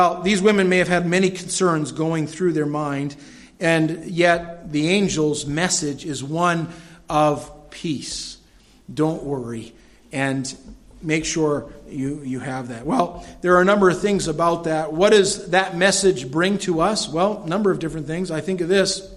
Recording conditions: large echoing room